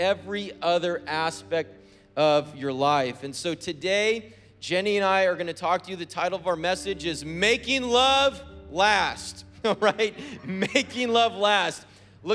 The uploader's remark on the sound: was preached on February 13th at the 10AM service